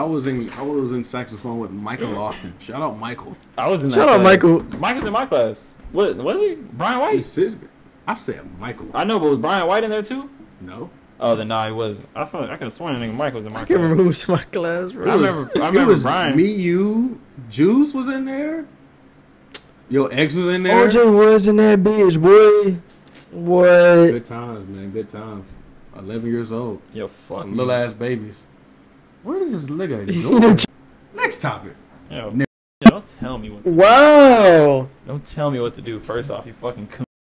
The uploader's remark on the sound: This was an experimental and learning phase for us so the audio quality is nowhere the best it could be.